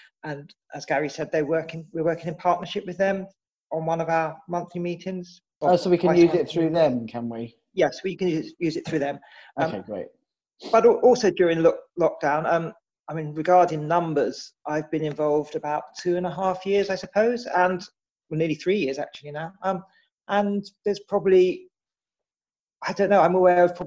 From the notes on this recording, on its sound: Please excuse some poor audio recording on my part during this episode. I spoke to my guests via Zoom, and I'm still learning how to record on there without sounding like I'm calling on a landline from 1995!!